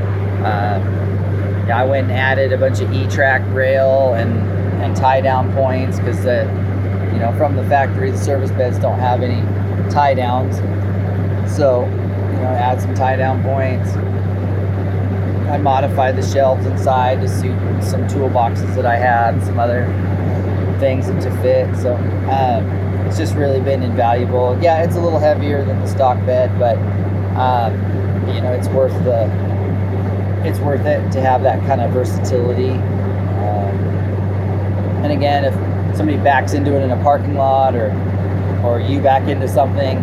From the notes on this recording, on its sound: From the Road. While driving back home.